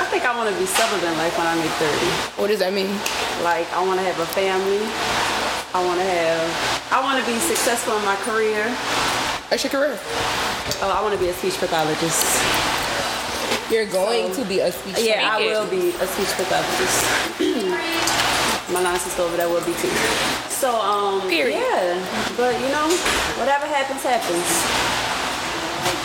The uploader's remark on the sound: We also kicked off the First Sunday Funday of the Year at Taste Lounge, so please bare with the increased background noise.